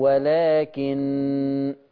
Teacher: لما أقف على النون المشددة أقف بغنة